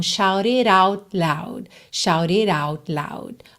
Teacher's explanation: esse T de out e o D de loud, você não ouve com muita clareza, porque não é necessário, né?